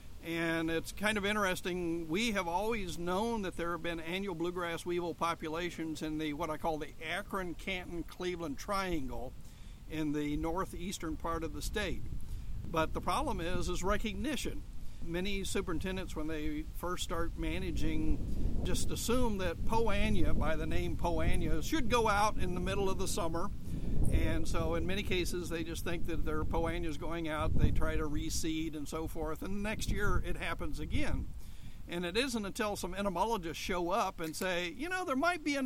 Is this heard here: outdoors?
yes